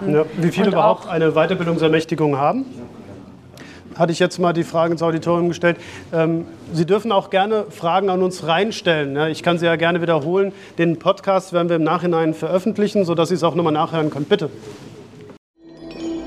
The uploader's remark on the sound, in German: Podiumsdiskussion auf der BDNC Jahrestagung. Die direkten Fragen waren jedoch ohne Mikrofon und wir haben daher diesen Abschnitt nicht aufgenommen.